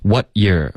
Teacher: What 的结尾呢要有一个干脆的停顿你要动舌尖舌尖顶上颚